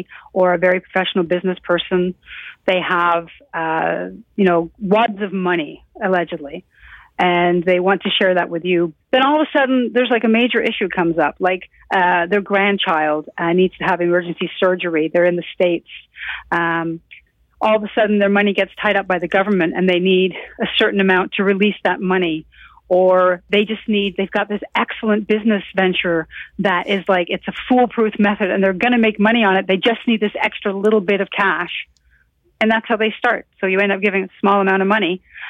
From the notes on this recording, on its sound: reached her by phone